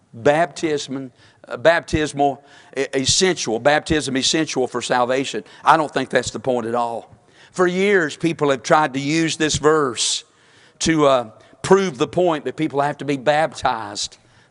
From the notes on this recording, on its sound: Sunday morning service preaching from the pulpit of Woodland Baptist Church – Winston Salem, NC